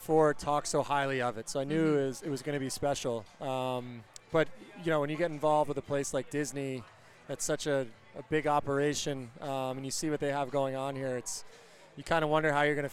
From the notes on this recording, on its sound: recorded from the 2023 Anaheim Ducks Day at Disneyland California Adventure Park